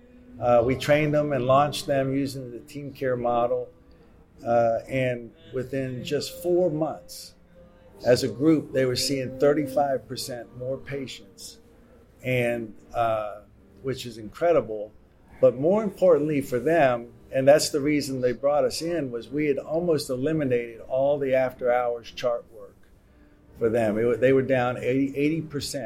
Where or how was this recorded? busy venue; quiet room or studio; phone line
busy venue